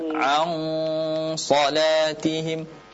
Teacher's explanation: Jadi gunnah di sini yang ada pada ikhfa 'an salatihim, dia tebal karena gunnah dia sifatnya mengikuti huruf setelahnya.